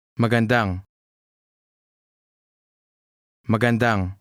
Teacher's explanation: Note the stress on the last syllable.